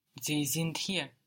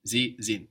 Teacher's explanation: Sind is spelled SIND. So we have the S pronounced like a Z there, and the D on the end of the syllable pronounced like a T